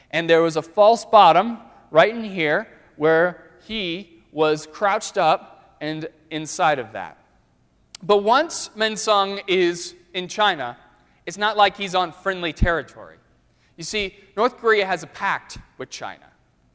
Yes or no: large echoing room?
yes